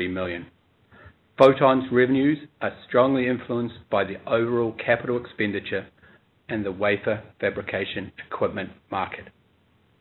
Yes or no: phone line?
yes